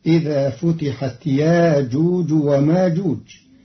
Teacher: بإبدال الهمزة الساكنة حرف مد بمقدار حركتين، فتصير إذا فتحت ياجوج وماجوج، مرادا به التخفيف.